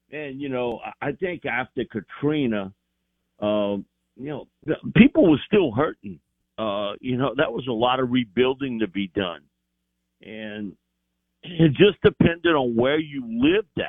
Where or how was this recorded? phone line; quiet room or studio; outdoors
phone line